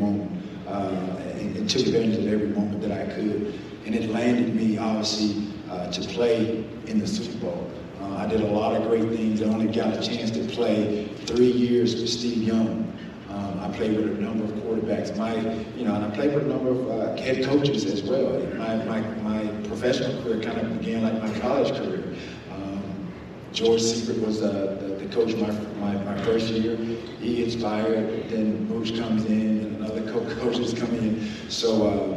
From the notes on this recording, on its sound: The Bluebloods are live from SoCon Media Day in Asheville, NC.